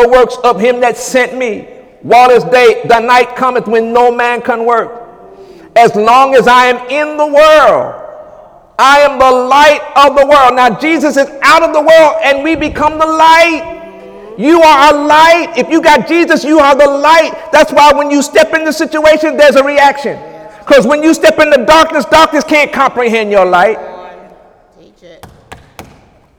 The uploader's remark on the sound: During Sunday morning service